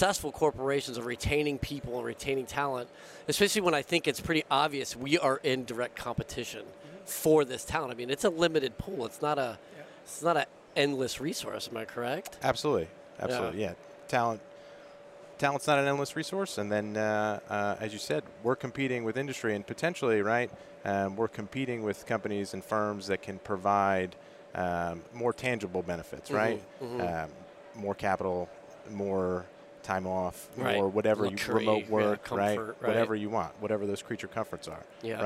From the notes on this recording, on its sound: This week we are recording from the floor of Modern Day Marine so that we can bring you the events and personnel of this outstanding convention as it’s going on. One of the guests who came by our booth.